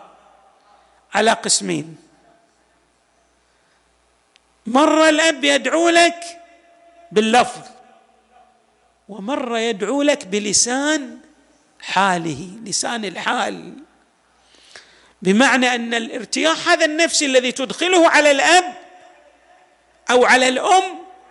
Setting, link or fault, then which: setting, large echoing room